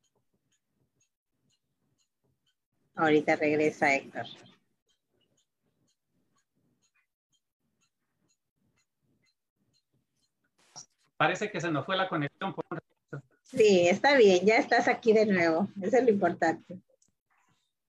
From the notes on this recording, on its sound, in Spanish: por Zoom y Facebook en vivo